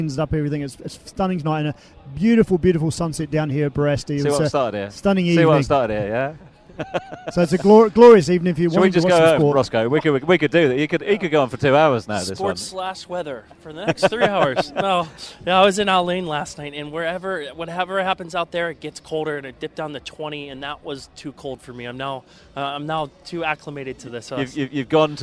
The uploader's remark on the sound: From the rooftop garden of Barasti